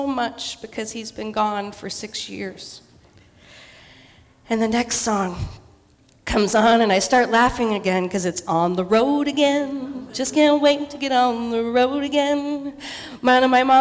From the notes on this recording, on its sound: Live in Dallas, OR. Portland Story Theater.